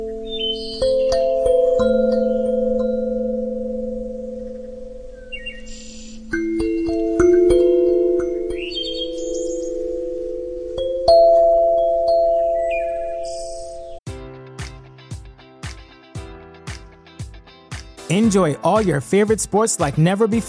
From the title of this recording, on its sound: Listening to the singing of birds in the woods in the evening